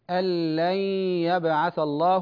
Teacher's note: أما باقي القراء ومنهم ورش يقرأ بالإدغام مع الغنة